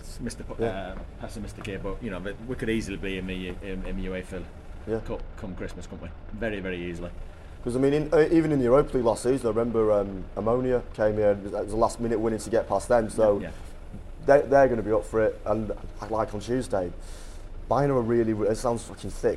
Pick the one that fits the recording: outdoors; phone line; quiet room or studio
outdoors